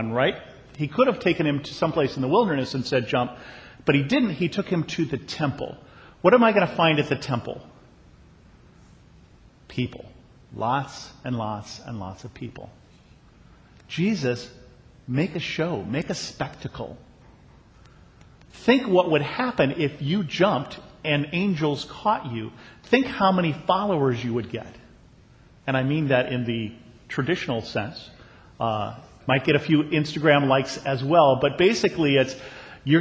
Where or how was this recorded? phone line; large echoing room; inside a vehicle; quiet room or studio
large echoing room